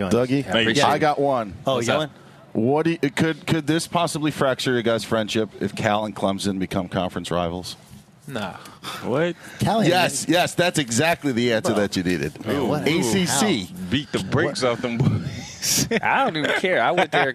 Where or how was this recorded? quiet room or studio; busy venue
busy venue